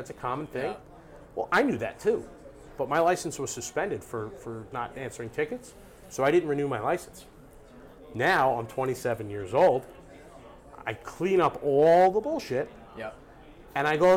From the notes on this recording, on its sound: LIVE AT CONEXPO 2023!